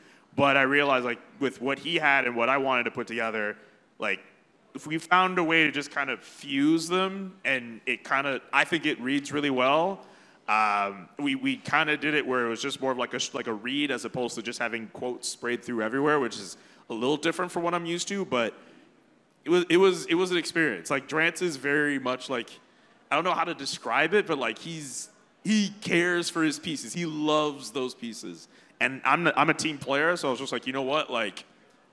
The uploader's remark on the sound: Live from All-Star Weekend At The Rec Room.